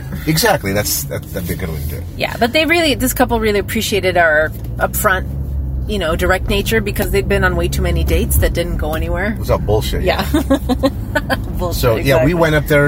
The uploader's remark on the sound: We recorded this episode in the car on the way to the date & afterward.